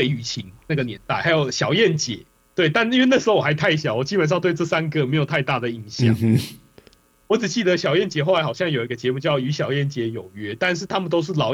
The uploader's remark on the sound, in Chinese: 這是嘗試遠距錄音的第二集, 音質有一點點沒那麼好